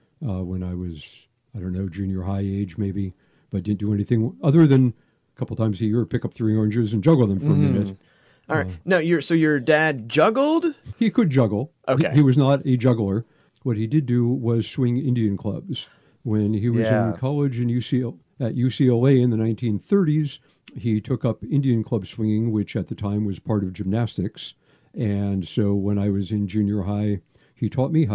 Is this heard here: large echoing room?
no